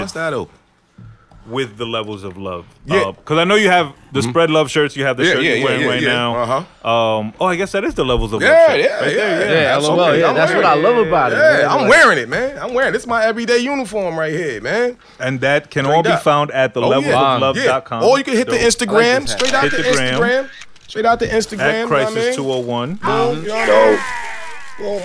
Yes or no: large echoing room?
no